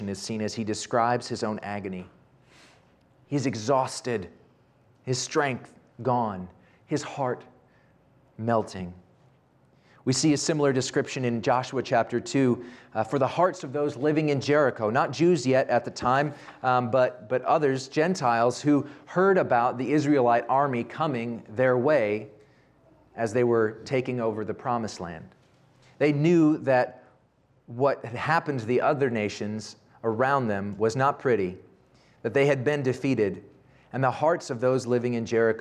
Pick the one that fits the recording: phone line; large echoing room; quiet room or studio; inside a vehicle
large echoing room